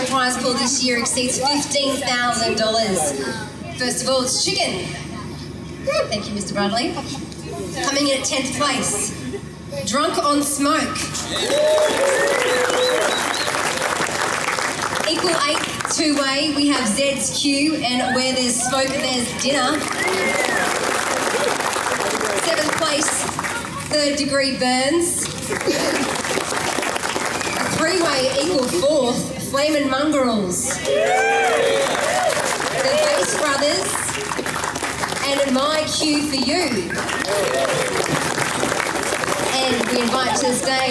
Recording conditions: busy venue